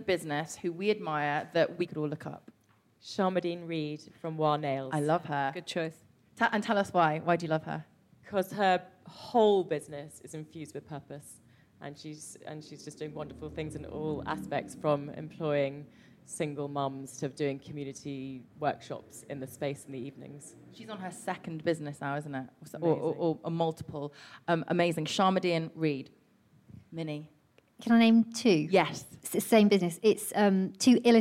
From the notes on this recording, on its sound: Recorded live at Penguin’s pop-up book shop in East London.